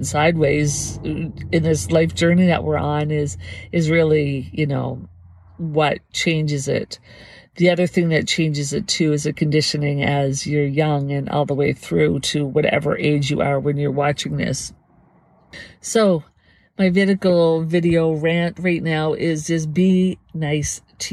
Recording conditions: inside a vehicle